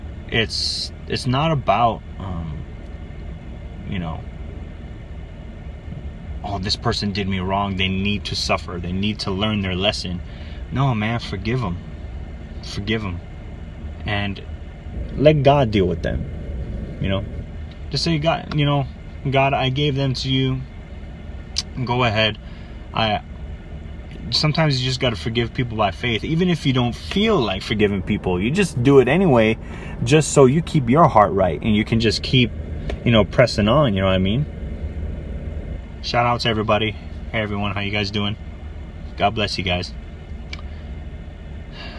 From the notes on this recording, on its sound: Forgive the noise and lighting in the elements, it was a spontaneous request!